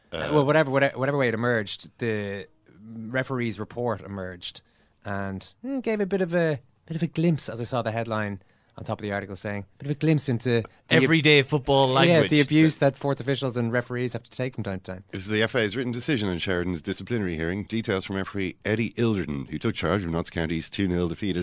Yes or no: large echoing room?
no